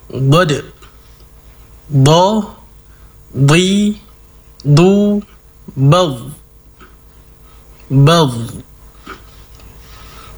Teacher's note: Selanjutnya bagian lidah di sisi, hurufnya ada satu, bod, bo, di, du, bav, bav. Jadi untuk huruf sisi lidah hanya satu, bod, dikuatkan sifat isti'la'nya atau sifat terangkatnya pangkal lidah